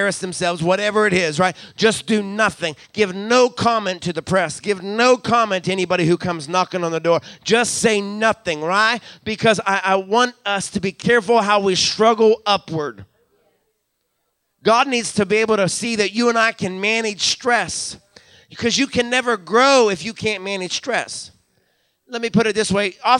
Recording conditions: large echoing room